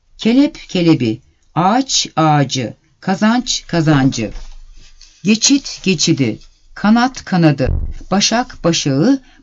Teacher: Birden fazla heceli kelimelerin sonunda bulunan P, Ç, T, K ünsüzleri ünlüyle başlayan bir ek aldığında tonlulaşarak B, C, D, yumuşak Y'ye dönüşür.